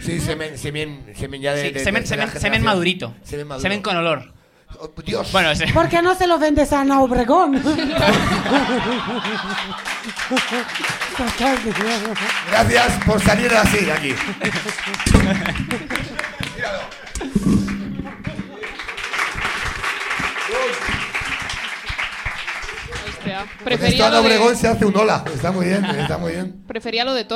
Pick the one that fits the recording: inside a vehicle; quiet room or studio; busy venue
busy venue